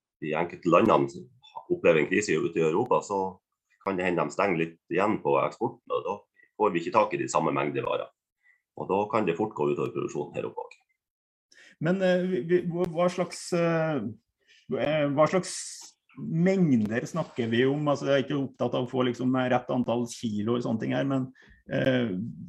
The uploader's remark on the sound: Live Zoom